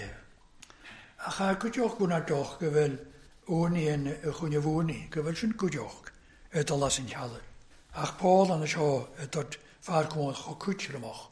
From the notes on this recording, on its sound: recorded at North Harris Free Church on the evening of Sunday, 29th January 2023